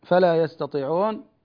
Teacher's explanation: يعني فخم الطاء قليلا